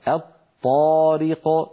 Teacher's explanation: أيضا عندنا من الأمثلة كما نرى على اللوحة: الطارق، هذه أصلها الطارق، أدغمنا لام التعريف في الطاء فصار النطق بطاء مشددة